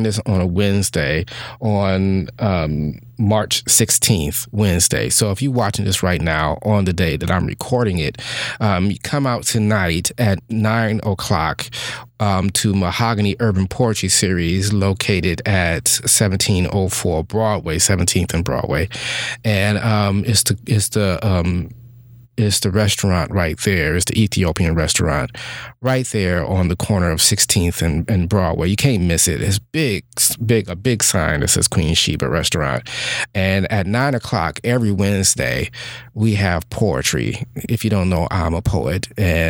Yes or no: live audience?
no